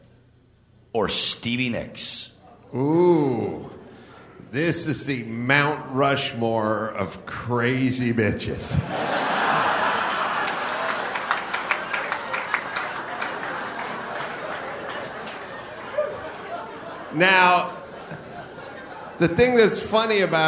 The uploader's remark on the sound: Live From Raleigh, NC